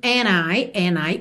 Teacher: você percebe que não ouve bem o D, não soa and I, e sim and I, and I, o que é muito comum, certo?